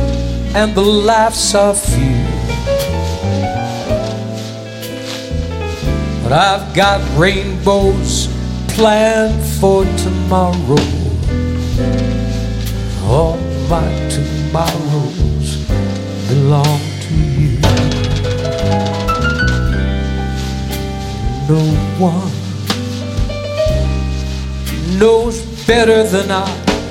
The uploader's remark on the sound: Live at the South Point